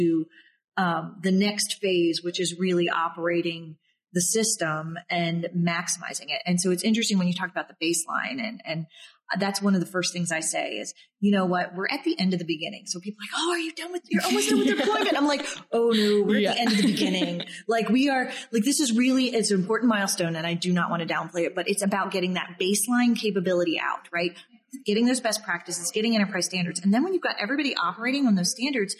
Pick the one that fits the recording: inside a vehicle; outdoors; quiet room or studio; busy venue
busy venue